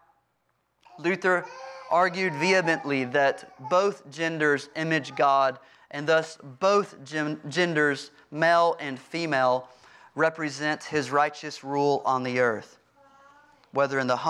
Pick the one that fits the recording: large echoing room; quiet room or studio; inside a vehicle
large echoing room